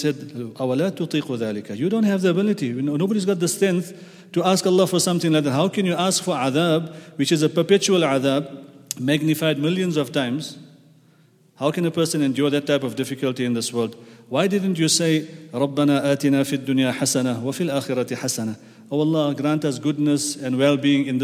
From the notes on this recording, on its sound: at the Houghton Masjid (West Street)